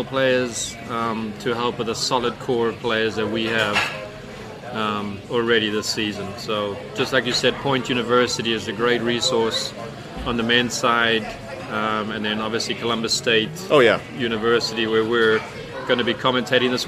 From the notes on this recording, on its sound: Live from Ivy Park Sports and Grill